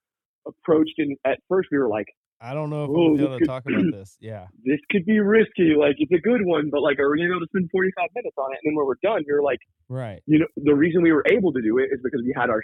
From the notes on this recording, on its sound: on the phone